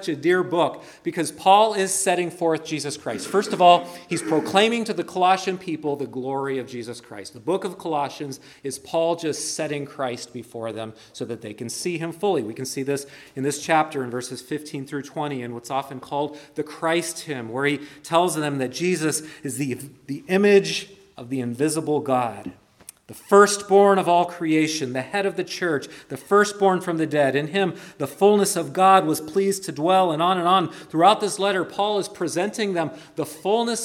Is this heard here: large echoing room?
yes